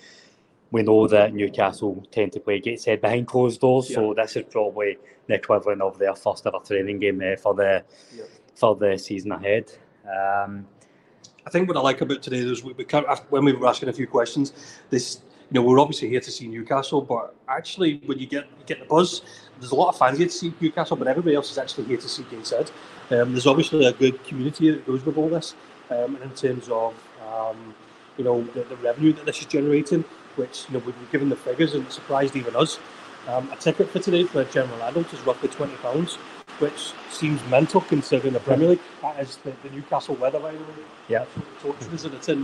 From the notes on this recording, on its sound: Live from Gateshead. Live from the Gateshead International Stadium!